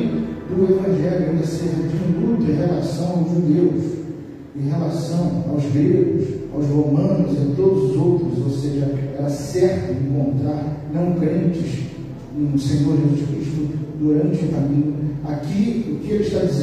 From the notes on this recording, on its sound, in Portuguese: Mensagem gravada em Igreja Batista Central em Jardim Amendoeira São Gonçalo - RJ